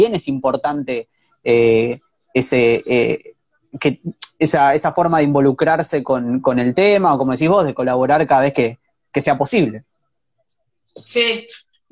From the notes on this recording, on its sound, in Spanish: Audio extraído de IG LIVE